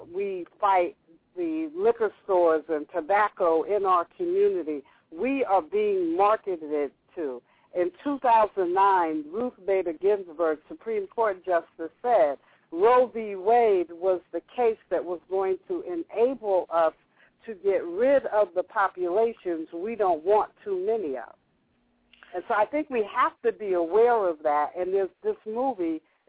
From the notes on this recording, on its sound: Opens up the phone lines to speak with the African American community.